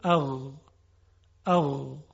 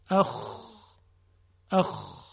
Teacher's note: غین و خا یک خصوصیت مشترک دارن و اون این هست که موقع تلفظشون جداره حلق به ارتعاش در میاد و میلرزه. در غین این ارتعاش خیلی لطیفه، در خا یه مقداری خشنه.